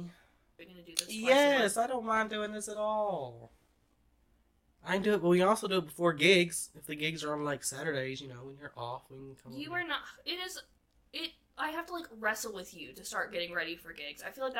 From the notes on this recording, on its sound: Please bare with us as we figure out better audio, lighting, and cameras in the future!